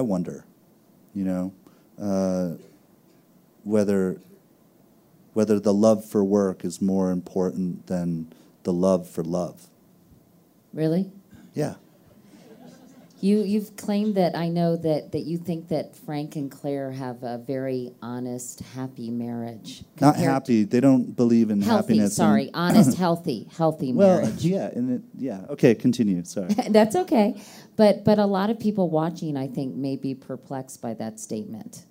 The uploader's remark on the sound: The interview, from the Aspen Ideas Festival, took place before the show’s third season in 2015.